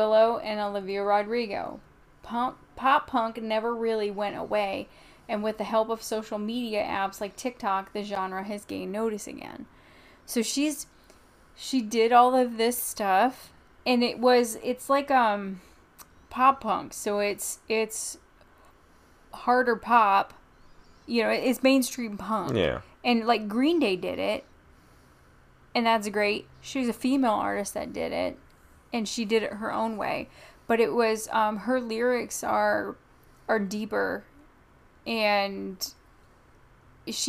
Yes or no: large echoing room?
no